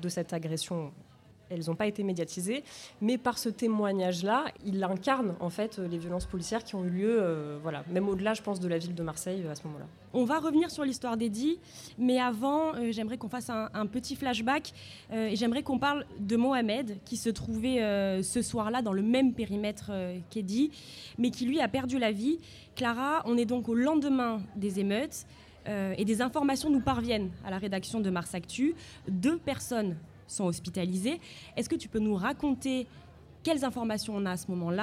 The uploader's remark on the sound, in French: Le Bocal était l'invité de la Claque podcast party, soirée dédiée à la création sonore locale, organisée par La Claque , la newsletter des podcasts 100 % marseillais (et alentours). Nous avons enregistré un épisode du Bocal en public. L'ambiance était plutôt festive.